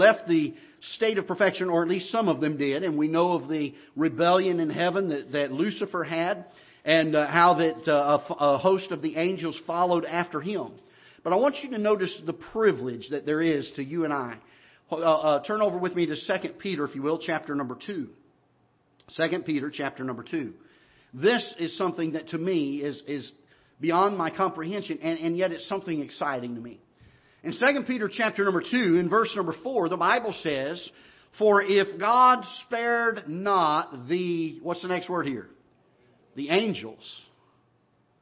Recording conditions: large echoing room